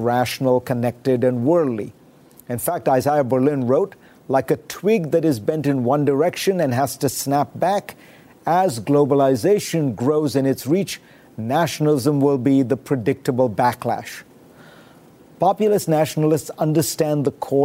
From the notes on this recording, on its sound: at the Women in the World 10th anniversary summit